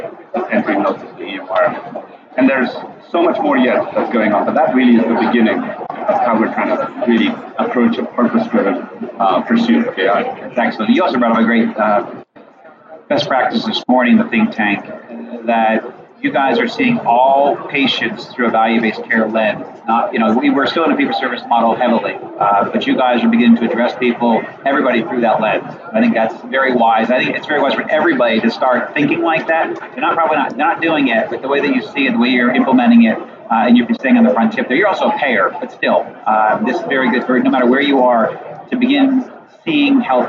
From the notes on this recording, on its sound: at The HIMSS18 Conference